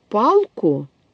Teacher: То есть, когда человек произносит слово «палку», то, закончив артикулировать «а», он уже настроил свои артикуляционные органы на следующий гласный «у»